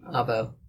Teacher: It's probably spelled Arvo, but they don't pronounce the R, so it sounds like Avo